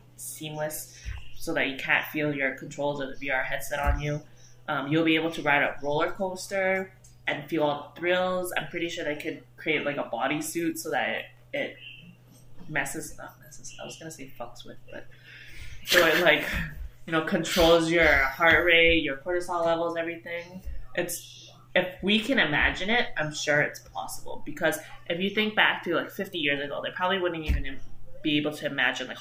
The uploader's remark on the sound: Apologies for the poor audio quality, problems with the setup, but it will be fixed for the next one!